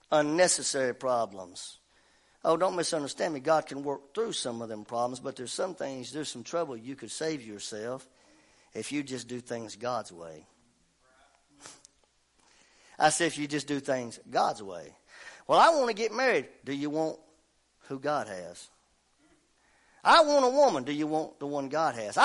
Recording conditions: large echoing room